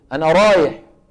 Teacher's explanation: شوفوا كيف بفخموا الراء